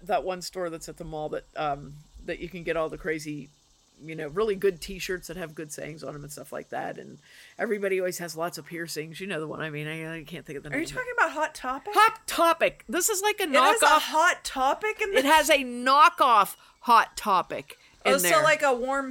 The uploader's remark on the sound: apologies for the background noise, we recorded on the porch